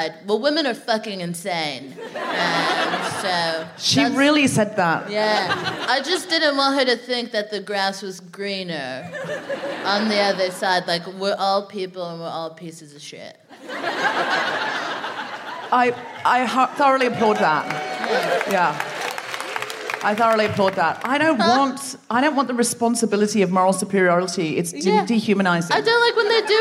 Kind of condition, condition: setting, live audience